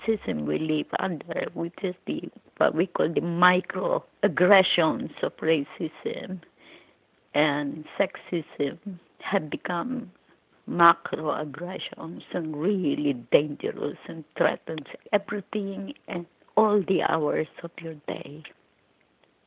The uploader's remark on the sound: over the phone from her home in New York.